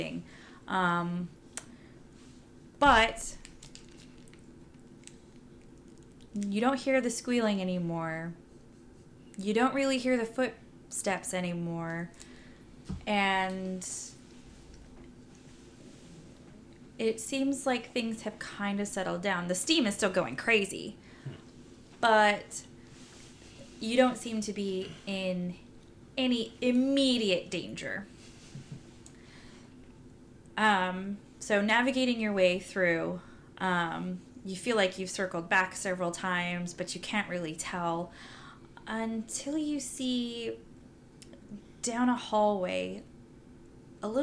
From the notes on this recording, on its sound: We had a little bit of background noises that were difficult to edit out